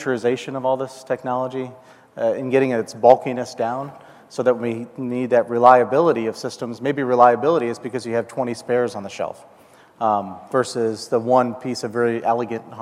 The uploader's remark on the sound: The best of live interviews from GreenBiz events.